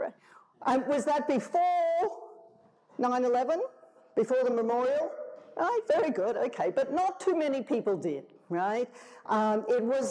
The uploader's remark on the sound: tells the audience at the Festival of Place